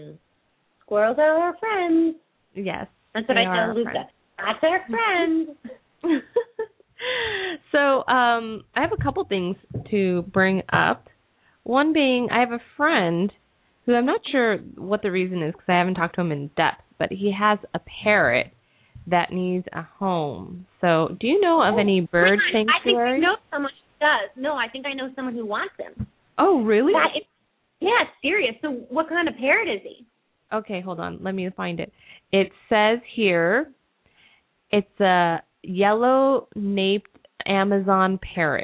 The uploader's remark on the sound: open up the lines for listeners to call